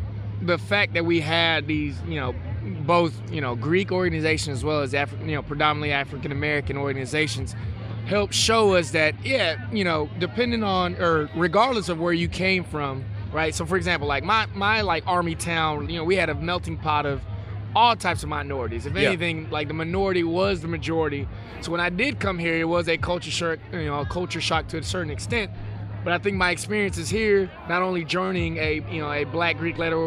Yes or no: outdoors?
yes